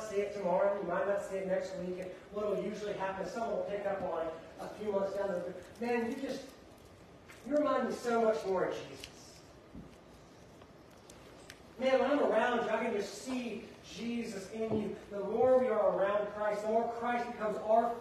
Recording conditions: large echoing room